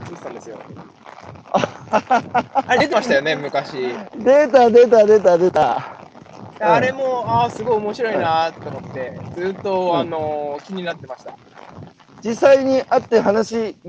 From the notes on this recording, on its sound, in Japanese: 歩きながら1時間、対談する。